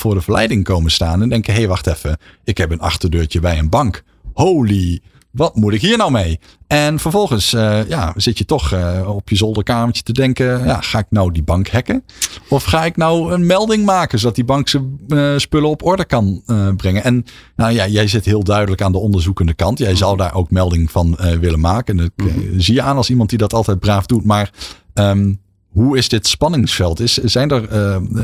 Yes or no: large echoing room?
no